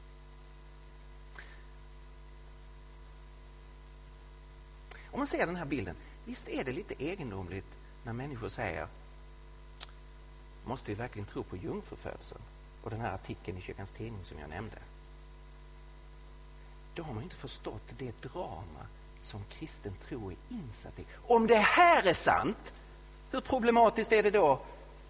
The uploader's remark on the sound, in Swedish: Inspelad i Betlehemskyrkan i Stockholm